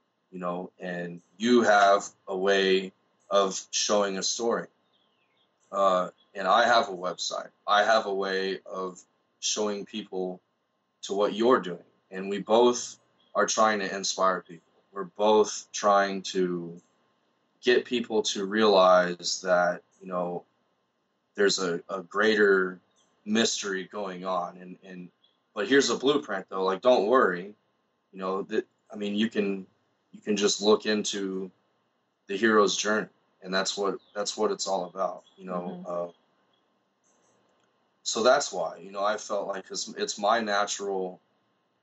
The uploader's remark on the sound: he sat across from me via Skype